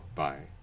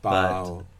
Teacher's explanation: Bye sounds like it's more centralized, whereas bow does not. It's perhaps a little bit backer. · Term: Canadian raising